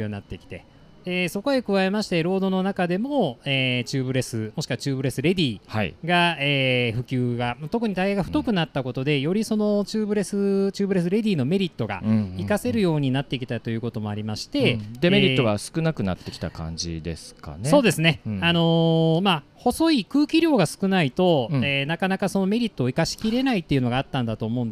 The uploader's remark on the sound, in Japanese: シマノバイカーズフェスティバル2023 ブース突撃訪問前編。収録地： 長野県諏訪郡富士見町 「富士見パノラマリゾート」。収録機材： ZOOM F3 (レコーダー)、AKG D5, C3000B（マイク）。